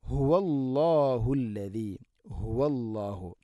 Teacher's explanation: തൊണ്ടയുടെ താഴേ ഭാഗമാണ് ഹ എൻ്റെ മഖ്റജ്